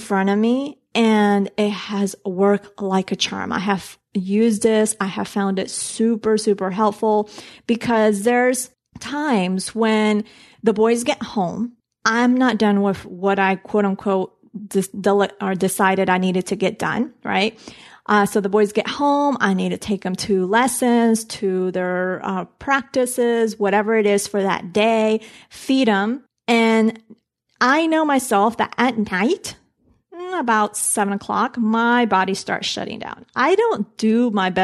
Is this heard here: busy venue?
no